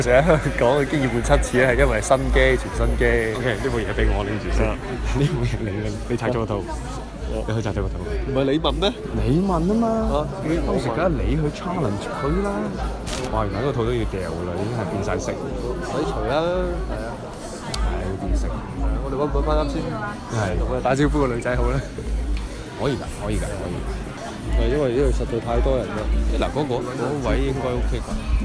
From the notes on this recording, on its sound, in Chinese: 广州 Apple Store体验实录。期待多年嘅Apple Store 终于响2016年春节前落户广州天环广场啦。而且系将全程录音等大家用耳仔嚟同我地一齐体验下 Apple 嘅超A级服务啦。